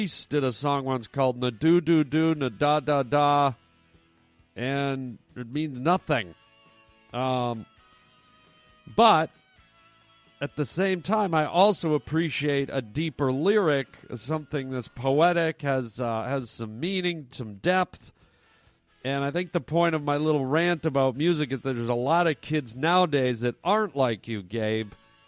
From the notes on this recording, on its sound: Today we play a bunch of great phone messages from some of our listeners